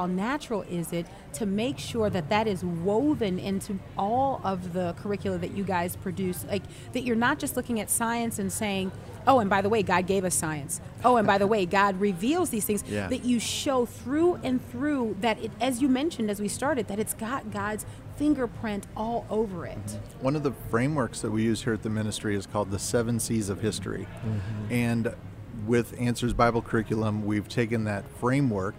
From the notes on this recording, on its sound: LIVE from the Creation Museum